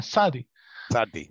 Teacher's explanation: It's a sadi. It's an aspirated S. It's between a it's not a samech and it's not a shin.